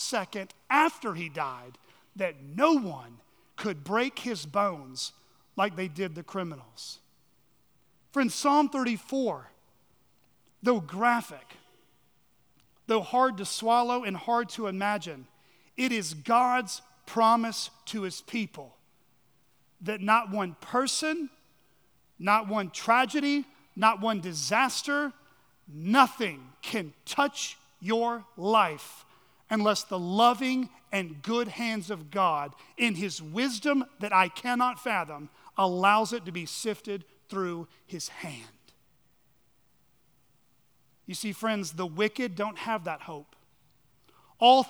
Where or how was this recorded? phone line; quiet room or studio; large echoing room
large echoing room